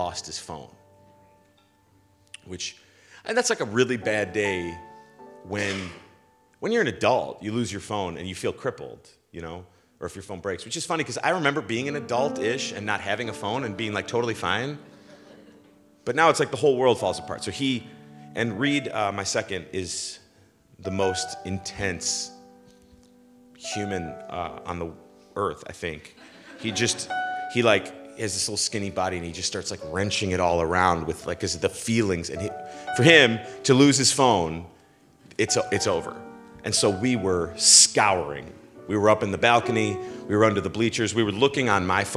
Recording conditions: large echoing room